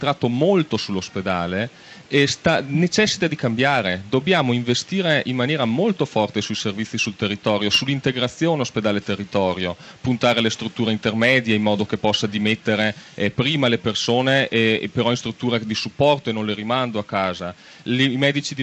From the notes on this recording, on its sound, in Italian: in diretta dal Festival di Trento